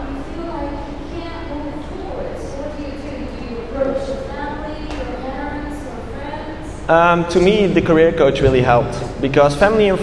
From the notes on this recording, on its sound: A Keynote At Wired Music Week In Kuala Lumpur. This is the recording of my first international keynote in Kuala Lumpur.